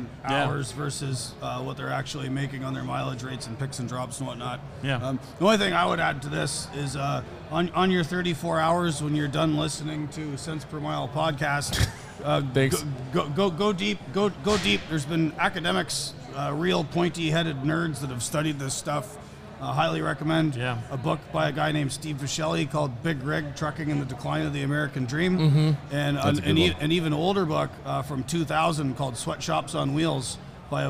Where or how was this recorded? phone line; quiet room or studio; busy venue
busy venue